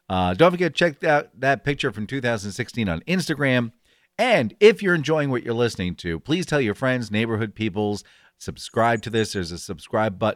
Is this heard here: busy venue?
no